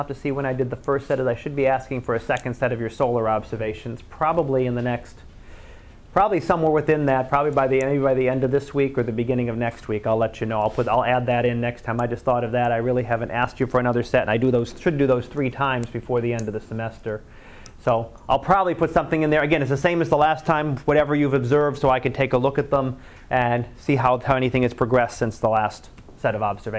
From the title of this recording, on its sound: Live Class Lecture